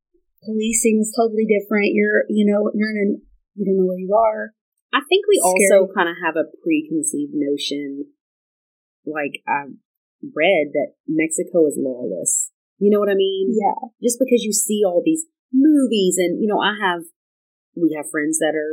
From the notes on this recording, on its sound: Our audio isn't great on this one. We're still working on our mic/sound adjustments.